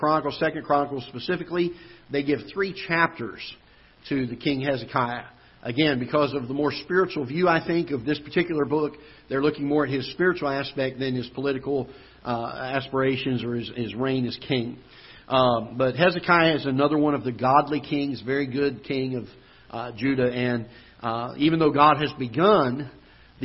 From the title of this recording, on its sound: Ketha Heights Baptist Church ~ Live Broadcast